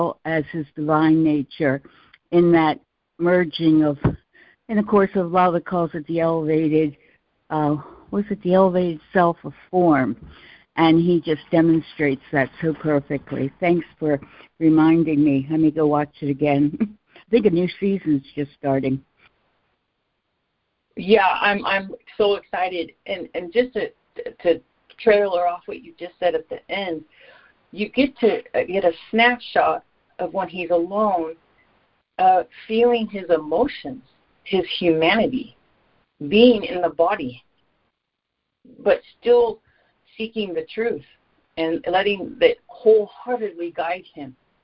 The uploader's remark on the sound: ACIM Daily Conference Call.